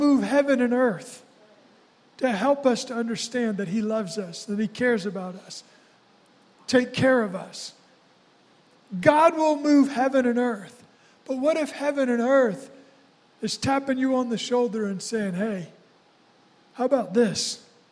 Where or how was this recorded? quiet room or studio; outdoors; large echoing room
large echoing room